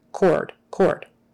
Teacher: Make sure you get the R and don't say code. Yeah, don't say umbilical cord.